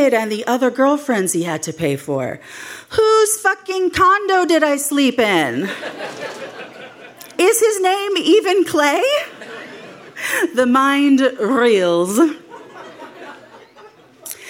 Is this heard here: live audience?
yes